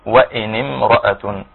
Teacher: التقاء هنا للساكنين فتم التخلص منهما بكسر حرف النون